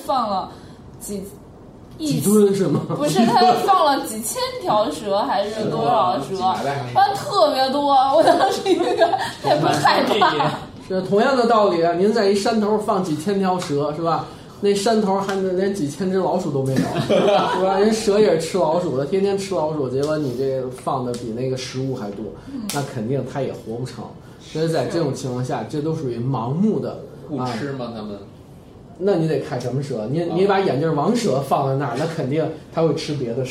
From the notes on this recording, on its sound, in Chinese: 本期节目为在张大妈办公区用录音笔录制，可能有街道上的杂音，请见谅。